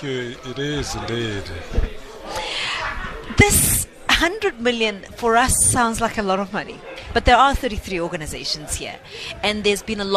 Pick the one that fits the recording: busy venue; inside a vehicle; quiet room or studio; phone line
busy venue